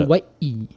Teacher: It's almost like a break. Like you kind of like catch your breath. It's a guttural stop.